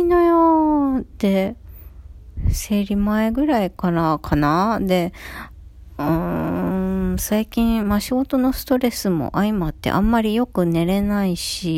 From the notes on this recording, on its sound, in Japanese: 久々のベッド収録したら鼻息がスゴイw